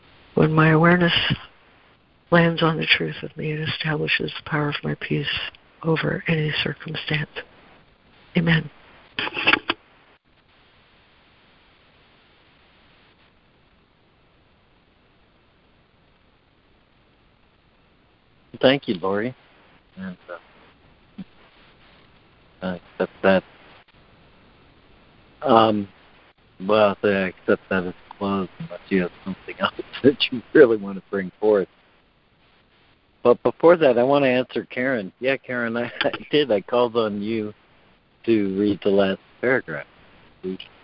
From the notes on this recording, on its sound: ACIM Daily Conference Call